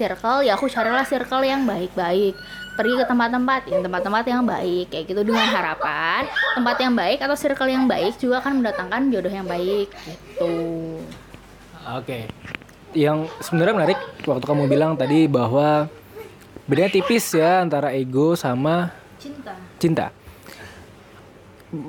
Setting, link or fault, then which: fault, sounds in the background